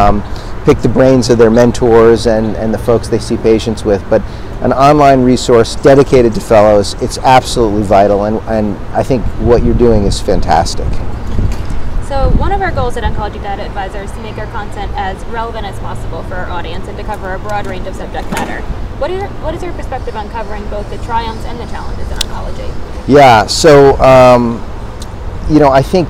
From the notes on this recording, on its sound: live podcast from the 2023 American Society of Clinical Oncology (ASCO) Annual Meeting